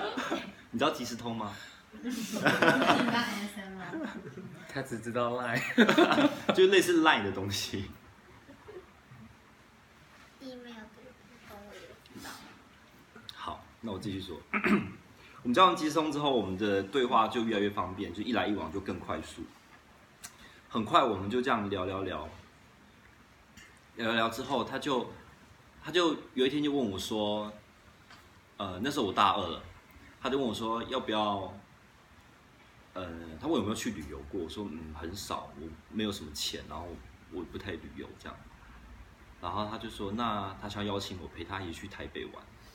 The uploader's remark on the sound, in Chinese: 錄製地點 《在朋友家 小吃吧》。所以，錄影結束之後，我都還問了現場的讀者。